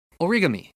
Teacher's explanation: here in Japan, they don't put any stress on it